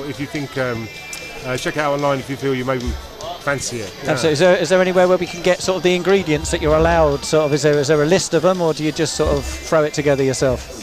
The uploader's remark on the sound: FULL COMMENTARY: Hitchin Town FC vs Luton Town. In front of over 1,000 spectators at Top Field.